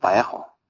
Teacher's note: you have to get a bit of a guttural huh near the end